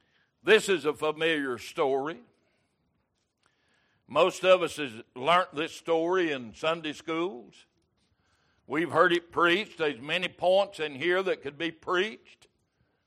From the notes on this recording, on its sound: Recorded October 12, 2022 - Wednesday Evening Service